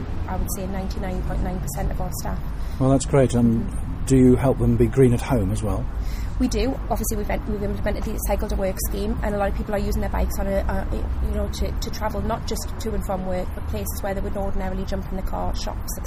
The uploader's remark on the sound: Recorded at the Low Carbon Best Practice Exchange, Newcastle.